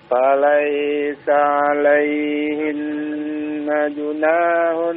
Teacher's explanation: Nah, jangan dipanjangkan hunnya ya. · Term: izhar